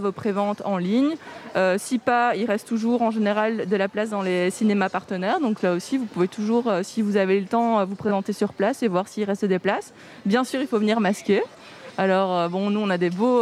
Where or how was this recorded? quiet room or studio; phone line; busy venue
busy venue